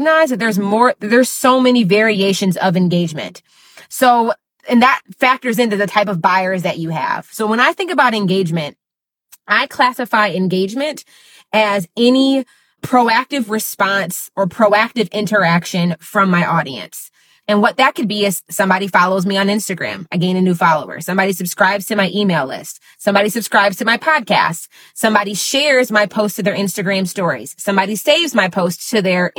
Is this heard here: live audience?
no